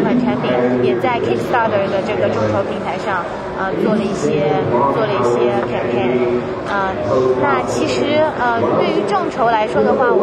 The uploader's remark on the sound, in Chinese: 在1月8日-11日的 CES全球电子消费展上。我在 AstroReality的展位上现场采访了她。